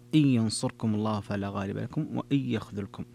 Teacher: وكذلك ترك الغنة خلف عن حمزة في وإن يخذلكم